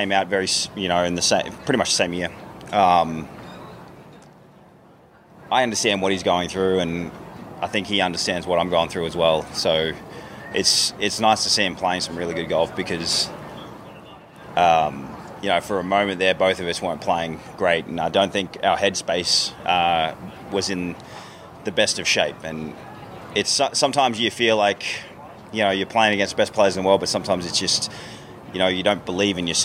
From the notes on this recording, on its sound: "LIVE" FROM THE WM PHOENIX OPEN.